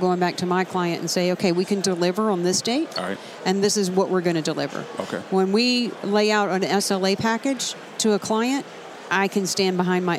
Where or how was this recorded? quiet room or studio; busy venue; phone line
busy venue